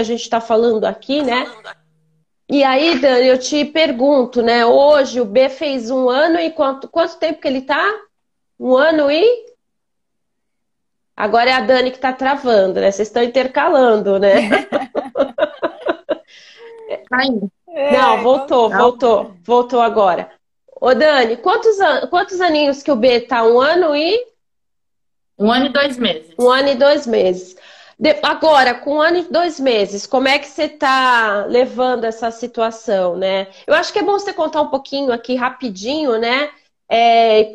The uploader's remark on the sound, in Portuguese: Esse podcast foi retirado da Live no Instagram do Grupo Mulheres do Brasil Santos